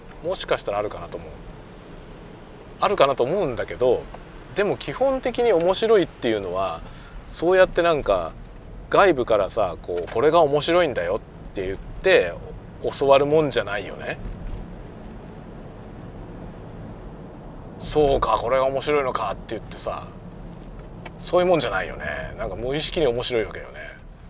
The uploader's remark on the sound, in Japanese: ドライブ収録】運転しながらダベるよ